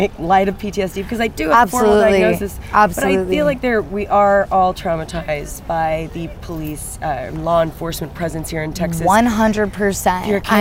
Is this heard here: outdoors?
yes